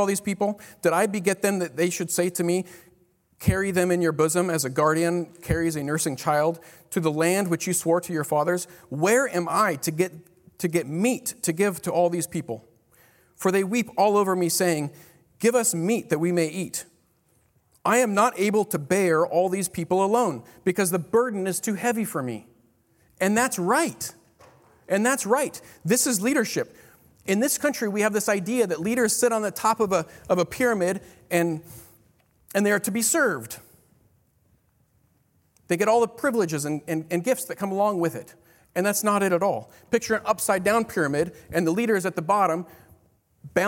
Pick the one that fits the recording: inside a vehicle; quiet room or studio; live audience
live audience